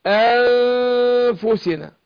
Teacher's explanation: الفاء بتخرج من بطن الشفة السفلى مع اطراف الثنايا العليا. مع الغنة حركتين.